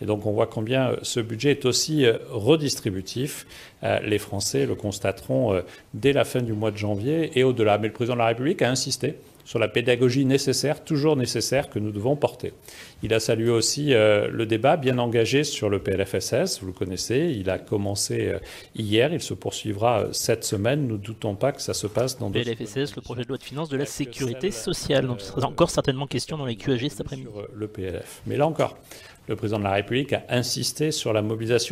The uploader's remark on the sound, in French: la traditionnelle conférence de presse de sortie du conseil des ministres